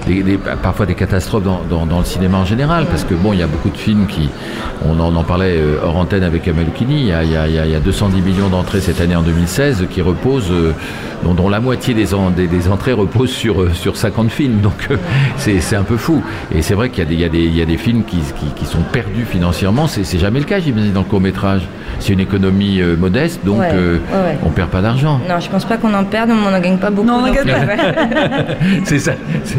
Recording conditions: busy venue